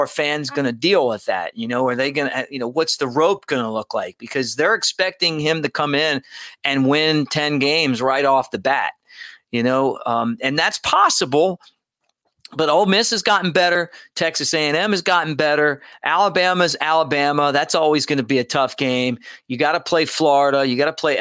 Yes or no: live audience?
no